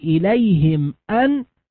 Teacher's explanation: في قوله إليهم أن سكنت الميم ووقع بعدها حرف الهمزة، فالحكم الإظهار الشفوي